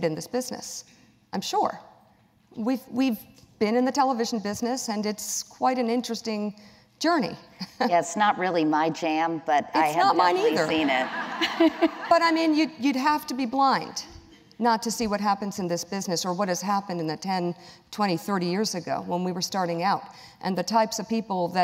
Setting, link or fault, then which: setting, live audience